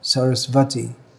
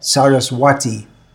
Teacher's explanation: Although Saraswati is with a W. In Indian languages, there's no W sound. W and V are often interchanged, where wrongly interchanged. It's pronounced as a V · Shown in: first take · Sarasvati.